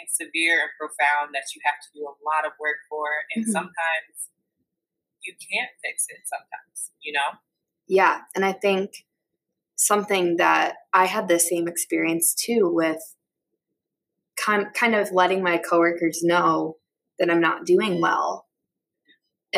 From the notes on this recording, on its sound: My mic did have some feedback issues. I tried to edit them all out.